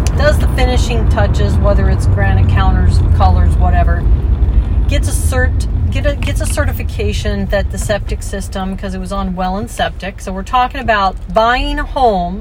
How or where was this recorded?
inside a vehicle